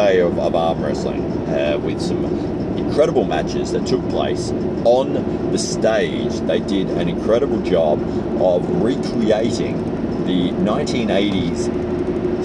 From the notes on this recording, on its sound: recorded this whilst driving to work so please forgive the indicator sounds